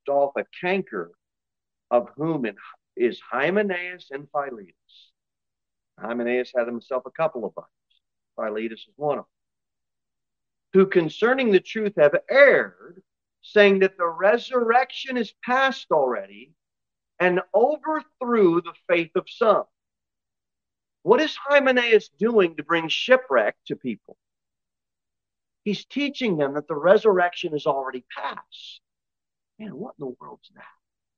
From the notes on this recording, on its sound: Sermon delivered at Pilgrim Baptist Church on Thursday, June 22, 2023, at 6:15 pm.